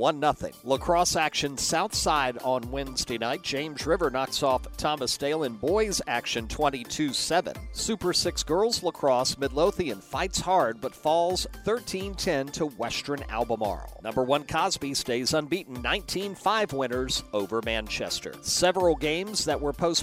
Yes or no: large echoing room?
no